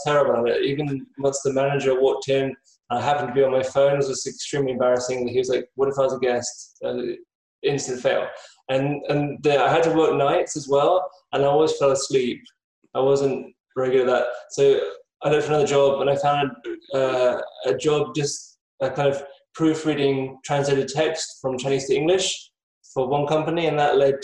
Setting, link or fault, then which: link, video call